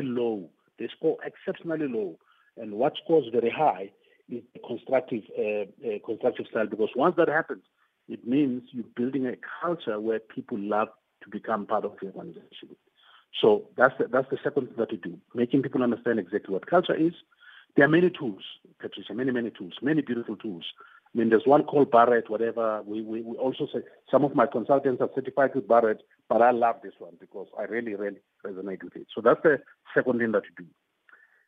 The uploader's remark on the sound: Guest on the line